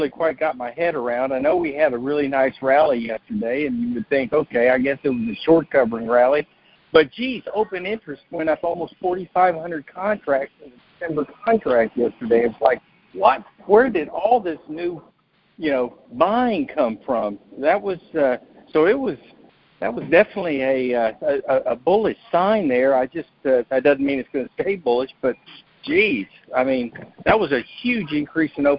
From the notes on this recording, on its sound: Monthly Cotton Conference Call.